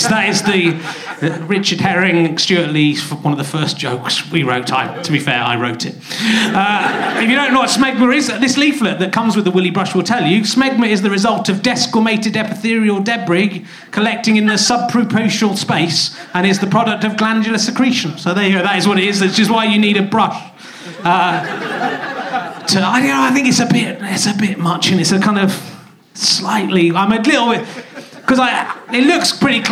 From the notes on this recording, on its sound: Leicester Square Theatre Podcast. Some audience interaction and some quite specific heckle put downs.